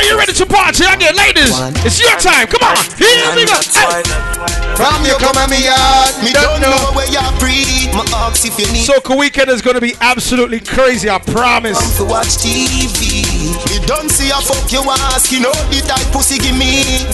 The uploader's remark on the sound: Live audio from the Return Fete